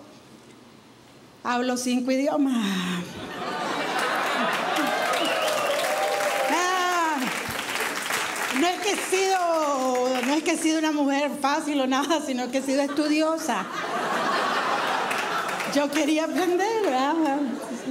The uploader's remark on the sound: stand up from the Just For Laughs Festival in 2011